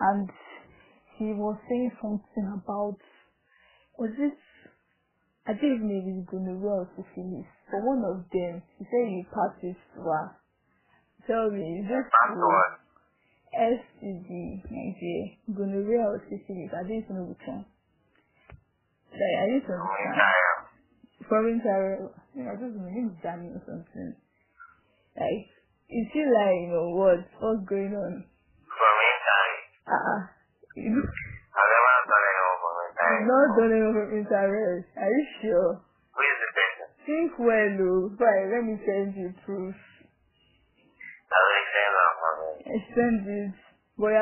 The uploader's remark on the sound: The recordings sound a likku bad and it's my fault.